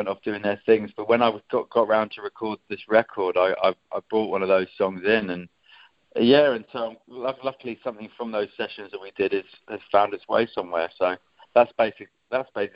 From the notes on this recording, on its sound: Phone interview.